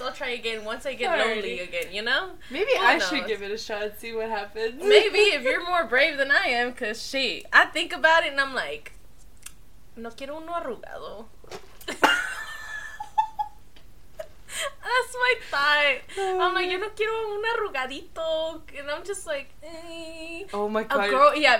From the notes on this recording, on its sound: our microphone was a little wonky and some words maybe loud